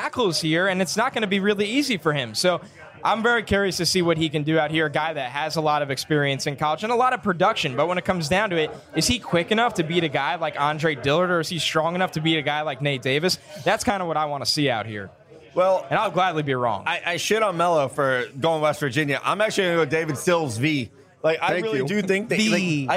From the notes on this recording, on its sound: The crew is in Mobile, AL! Our first Senior Bowl show comes live from Draft Picks Taproom, in the heart of the action. Answer the crowd's #DraftOnDraft question.